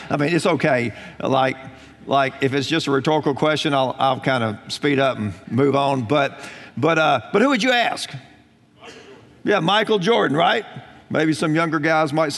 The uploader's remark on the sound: Recorded on September 30, 2018 at Graceland Baptist Church in New Albany, Indiana.